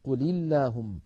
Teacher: الساكن الأول اللام الساكنة من فعل الأمر قل مع اللام من اللهم، فحرك الأول بالكسر فصارت قل اللهم.